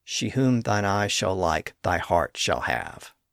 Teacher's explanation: that particular line is perfect iambic pentameter, da-dum, da-dum, da-dum, da-dum, da-dum